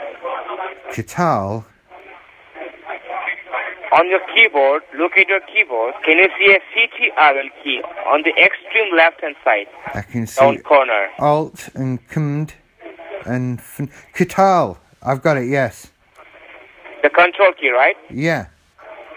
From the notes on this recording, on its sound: Scam Call Not From BT. Sometimes I'm lucky enough to get a phone call from a scammer.